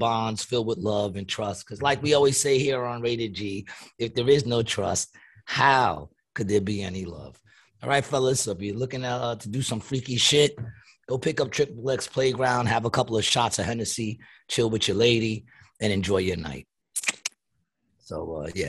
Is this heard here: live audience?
no